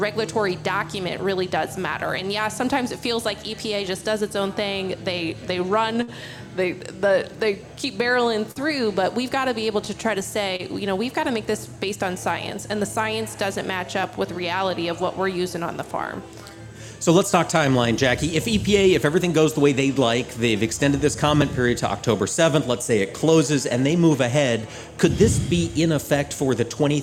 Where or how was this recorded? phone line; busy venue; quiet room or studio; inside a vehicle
busy venue